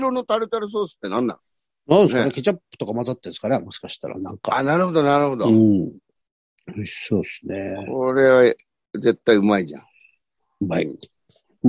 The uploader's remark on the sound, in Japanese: ZOOMで収録。